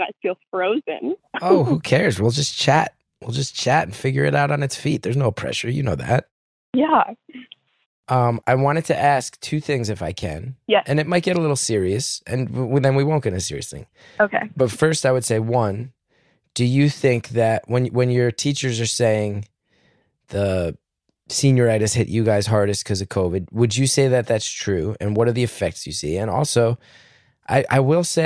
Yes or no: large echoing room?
no